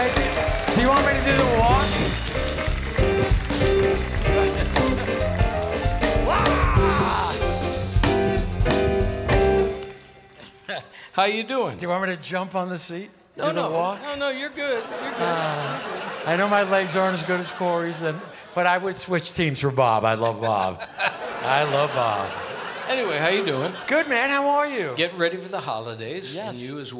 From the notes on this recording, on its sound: Live at the South Point Casino